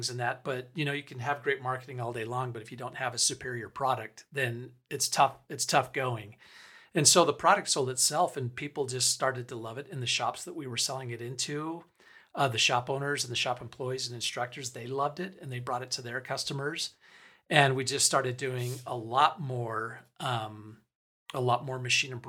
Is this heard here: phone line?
no